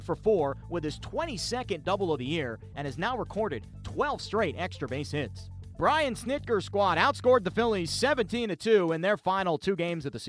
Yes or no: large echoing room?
no